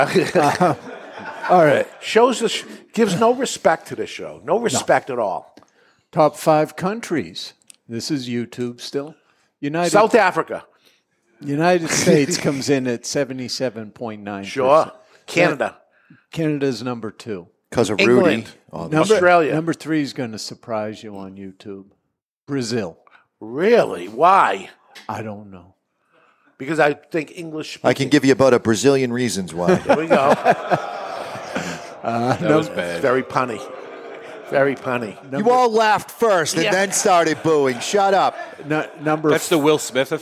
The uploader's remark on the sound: Broadcasting live from the Toscano Sound Stage in Salem, New Hampshire. Our studio audience flew from around the world, to join us as we celebrate 12 years of the show!